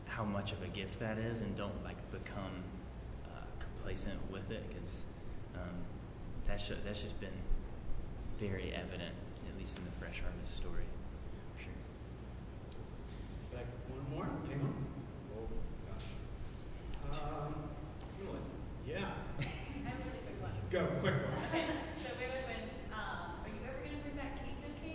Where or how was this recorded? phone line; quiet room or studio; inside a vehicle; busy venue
busy venue